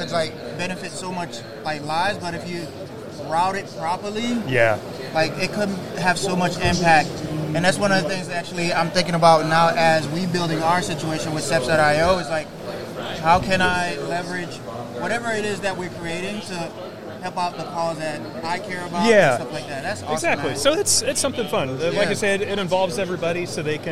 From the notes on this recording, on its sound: Live from ISS Long Beach 2024. As we bring you a live and dynamic session straight from the heart of Impression Expo Long Beach 2024.